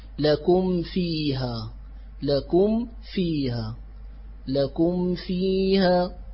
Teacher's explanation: وكما قلت دائما اللسان أو الفم يطلب اليسير والسهل، فلذلك لا بد من كز وإطباق الشفتين عند الميم ثم الانفكاك من المخرج ثم الرجوع إليه للإتيان بالواو، وهذه هي علة الاتحاد وعلة القرب في مخرج الميم والفاء، فمخرج الميم يكون بانطباق الشفتين مع غنة مخرج الخيشوم، ومخرج الفاء يكون بالكز على أصول الكز بأصول الثنايا العليا على بطن الشفة السفلى، فيكون هناك تقارب بين المخرجين. · Term: إظهار